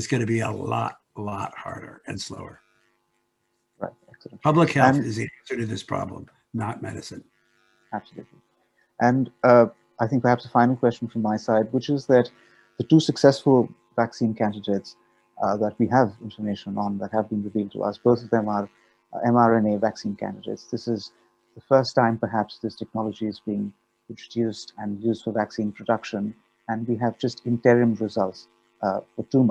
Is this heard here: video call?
yes